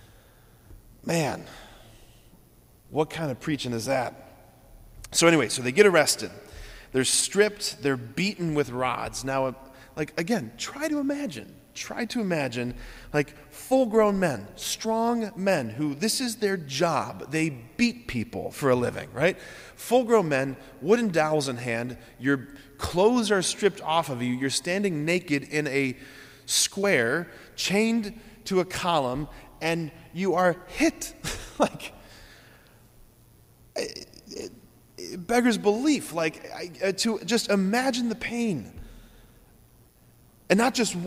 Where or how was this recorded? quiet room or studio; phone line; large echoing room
large echoing room